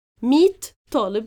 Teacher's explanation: But if I say, ميت طالب، 100 students, I have to shift the ta marbuta into t sound